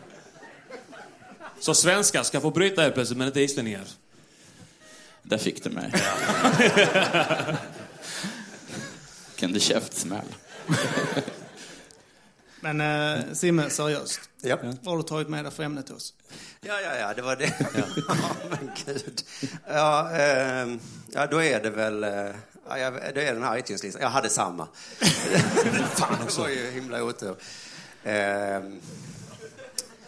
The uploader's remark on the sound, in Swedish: Spelades in live på Scalateatern.